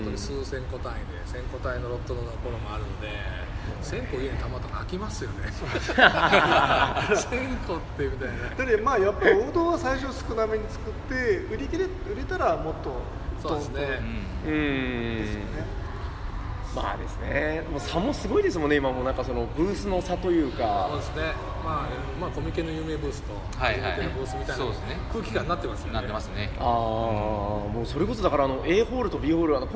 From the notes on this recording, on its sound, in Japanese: ゲムマ２０１９秋。ゲムマ会場で収録しました。